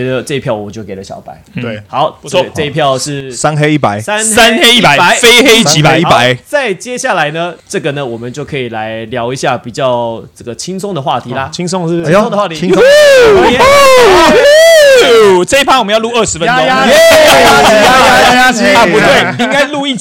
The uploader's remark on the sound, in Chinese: 除了現場體驗PLG比賽，盡情放鬆吶喊